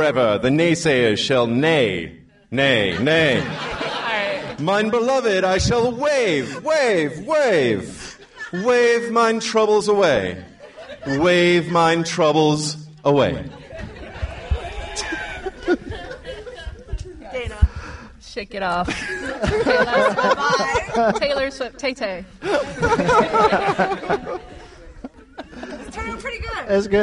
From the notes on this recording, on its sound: We held our first ever live event and it was awesome! We're releasing half of our live show as this week's episode.